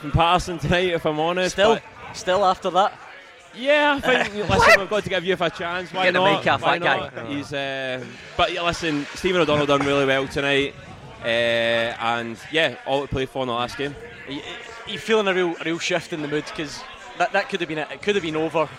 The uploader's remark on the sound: Clyde 1 Superscoreboard LIVE. Live from Scotland HQ at Drygate Brewery.